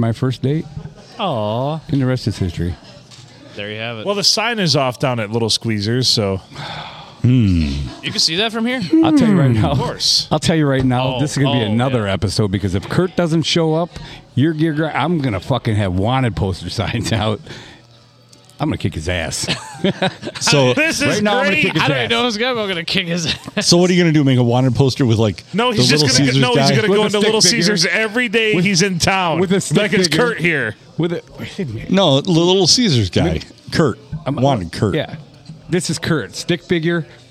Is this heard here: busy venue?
yes